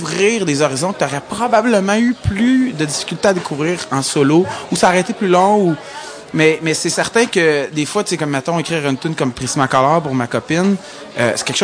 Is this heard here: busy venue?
yes